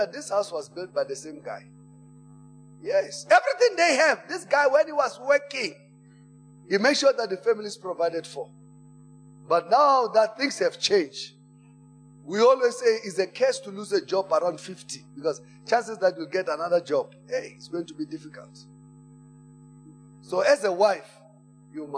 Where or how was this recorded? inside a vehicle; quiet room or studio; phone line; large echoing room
large echoing room